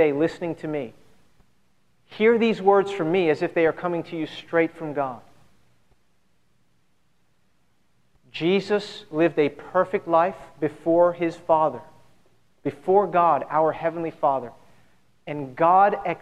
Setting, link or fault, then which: setting, large echoing room